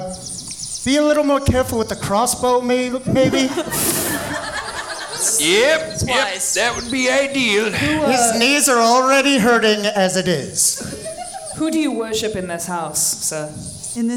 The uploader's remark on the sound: This episode was recorded live at Grand Rapids Comic-Con. Music and Sound F/X by Syrinscape.